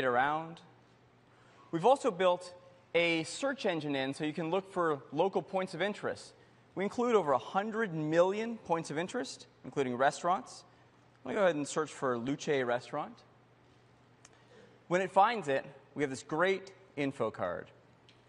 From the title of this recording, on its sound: Apple Special Event, September 2012